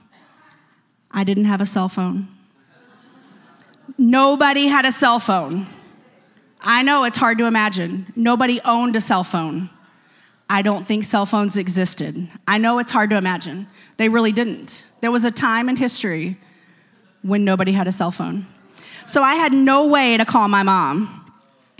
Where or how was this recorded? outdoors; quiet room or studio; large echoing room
large echoing room